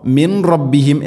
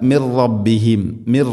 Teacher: സാക്കിന നൂന് ശേഷം റാ ഇദ്ഗാം ബിലാഗുന്ന, മണിക്കാതെ കൂട്ടിലയിപ്പിക്കണം. · Shown in: second take